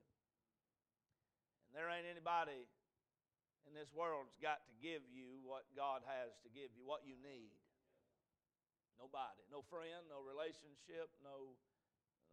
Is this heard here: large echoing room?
yes